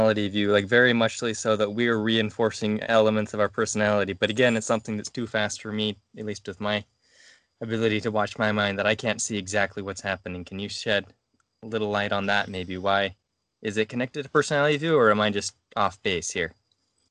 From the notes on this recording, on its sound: skype calls